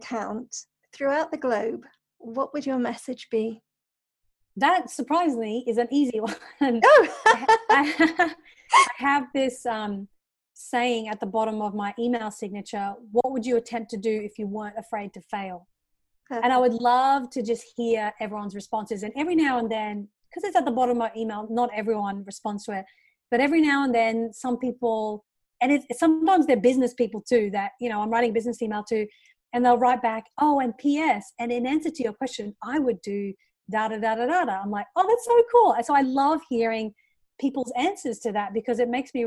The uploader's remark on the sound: Recorded via Zoom during Covid-19. Recorded via Zoom during the Covid 19 pandemic.